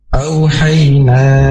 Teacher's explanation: Hamzah ini termasuk yang makhrajnya dari askol hafi, yaitu pangkal tenggorokan. Dan hamzah ini mempunyai sifat jahr dan syiddah.